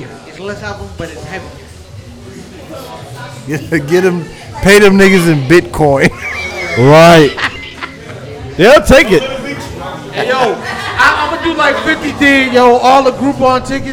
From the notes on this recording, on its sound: Live At The Spot. Go live on location at The Spot.